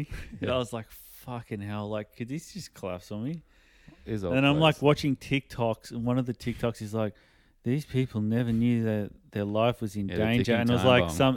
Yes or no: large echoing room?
no